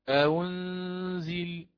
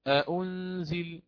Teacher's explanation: وهناك من يأتي بالهاء، نعم سأعرج على ذكره، وهناك من يأتي بالهاء وهذا كله خطأ، فيقرأ أهنزل أهو، كله كما قلنا كله خطأ ولحن في القراءة، بل هو تسهيل بين الهمزة والواو، لا هي همزة خالصة · Shown in: first take